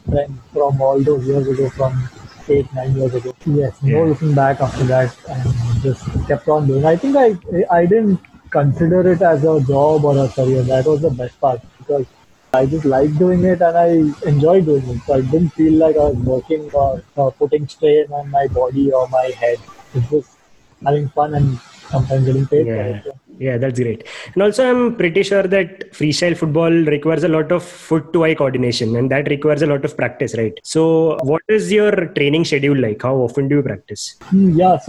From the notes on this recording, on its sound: the audio quality of this episode, is not up to the mark